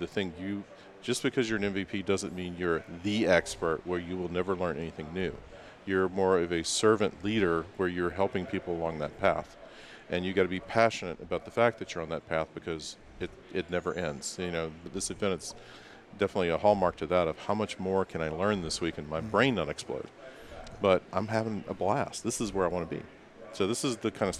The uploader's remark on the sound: recorded in November 2019 from Microsoft Ignite (#MSIgnite) Podcast Center